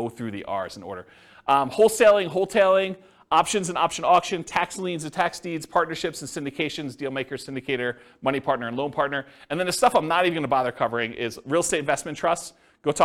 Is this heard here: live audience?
yes